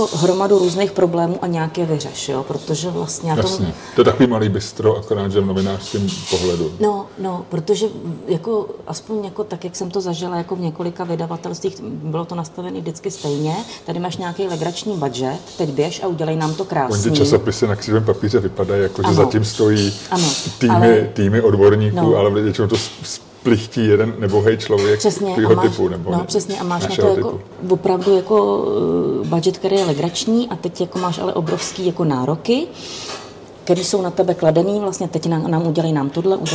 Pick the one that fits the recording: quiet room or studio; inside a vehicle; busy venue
busy venue